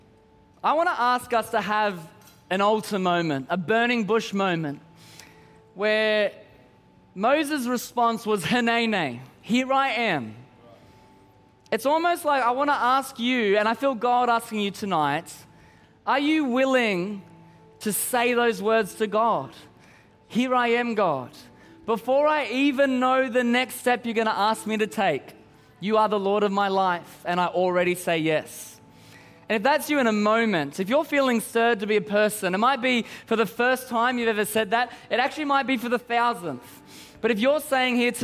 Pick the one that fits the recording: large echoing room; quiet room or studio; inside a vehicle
large echoing room